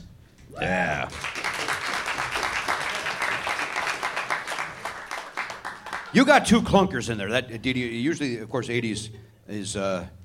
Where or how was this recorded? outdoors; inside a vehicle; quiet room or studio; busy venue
busy venue